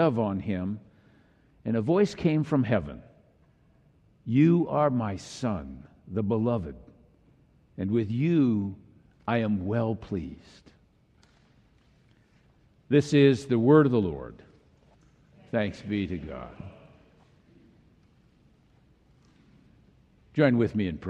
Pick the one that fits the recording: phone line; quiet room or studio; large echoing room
large echoing room